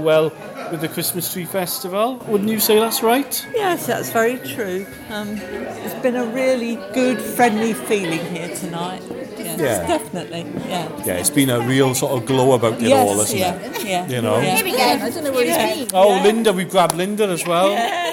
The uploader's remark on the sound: Interviews at the Christmas Tree Festival 2019